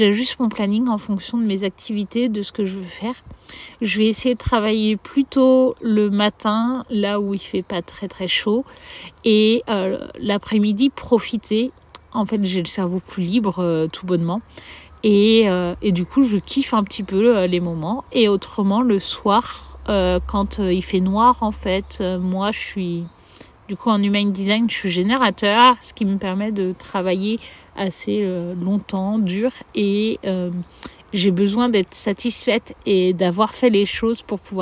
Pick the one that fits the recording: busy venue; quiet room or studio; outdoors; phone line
outdoors